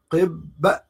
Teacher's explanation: بعد ما كنت قفلت على على الباء قلت قب فتحت بالصوت فاصبحت القلقله موجوده